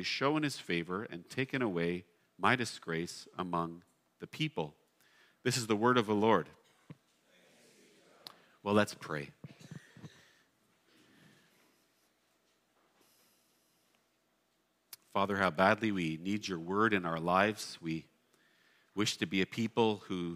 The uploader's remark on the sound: at Blessings Christian Church located in Hamilton, Ontario